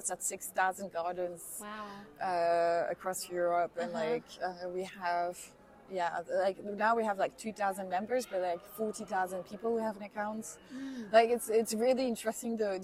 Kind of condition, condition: setting, busy venue